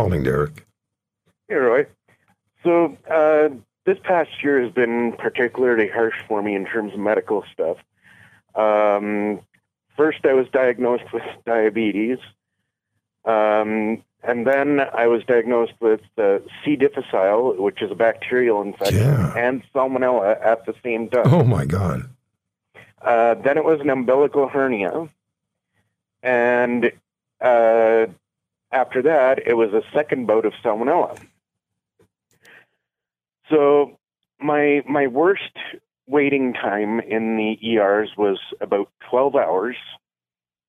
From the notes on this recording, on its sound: Callers on the state of Canada's healthcare system. Takes to the phones to hear about your experiences in Canada's overwhelmed healthcare system.